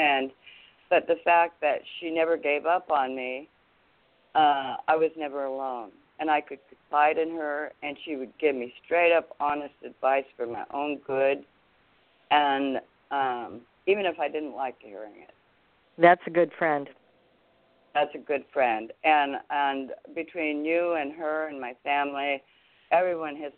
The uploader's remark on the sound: THIS IS BOTH AN INTERVIEW AND A CALL IN SHOW